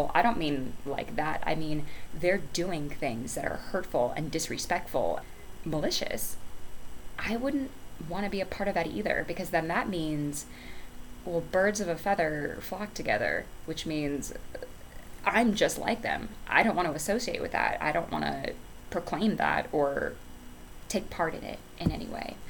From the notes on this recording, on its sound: Also, i did get a new microphone, but the background is extra loud because i had the windows open otherwise I'd suffocate from the heat.